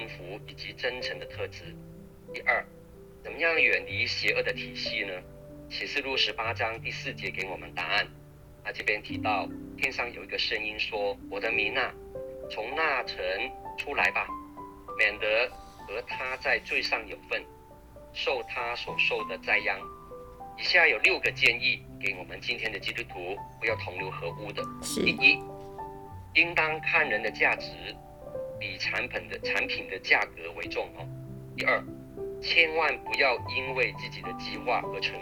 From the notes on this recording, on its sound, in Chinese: 近期錄音事工為配合疫情，錄音者全程皆配戴口罩。收音皆有些微影響。本週因應國定假日為電話錄製。